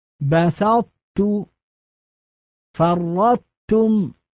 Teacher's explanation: نلاحظ أن صفة الطاء باقية وهي الاستعلاء، فلا ننطق بتاء مشددة ولا ننطق بطاء مشددة · Term: الإدغام الناقص